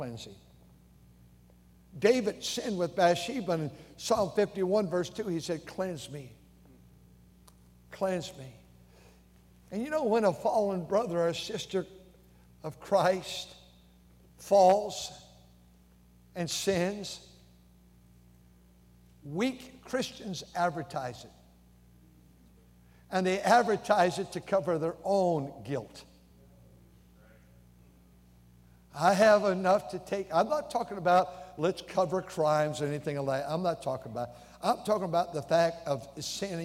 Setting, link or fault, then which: setting, large echoing room